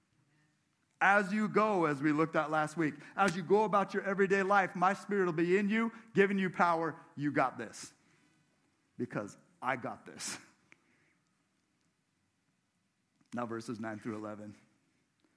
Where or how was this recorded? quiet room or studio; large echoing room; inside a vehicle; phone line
large echoing room